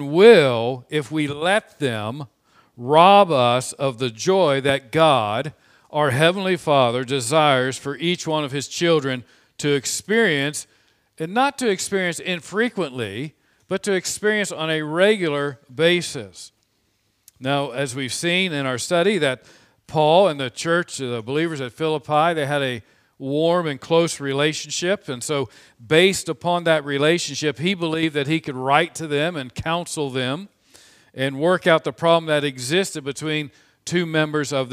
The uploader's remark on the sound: This sermon was preached on 02/14/2021 from the pulpit of Grace Community Church in Berea, KY.